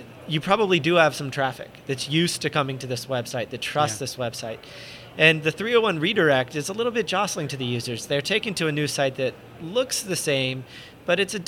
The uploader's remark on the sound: In this podcast recorded at Pubcon Las Vegas 2014